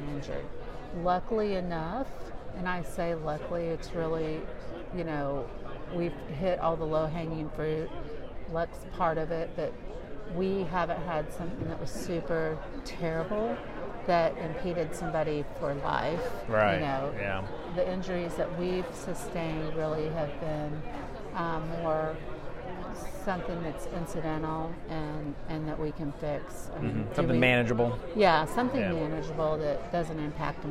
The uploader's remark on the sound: VPPPA Live Conference Podcast Interviews. Broadway Ergonomics had the opportunity to participate in the Region 7 VPPPA conference this past June held in Branson, Missouri. As part of our exhibitor booth, we interviewed attendees of the conference for the podcast.